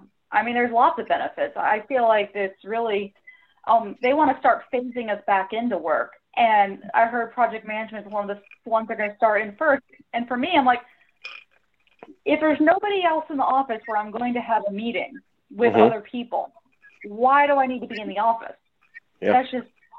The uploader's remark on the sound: This was recorded using 8x8.vc directly and has a better quality.